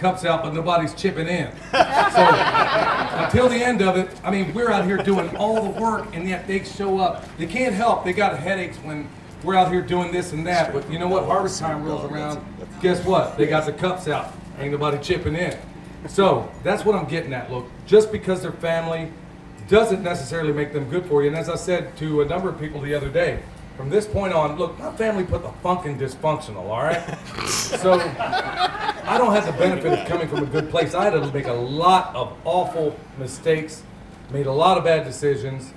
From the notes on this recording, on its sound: I captured a few choice clips from some of the speakers at the Self-Reliance Festival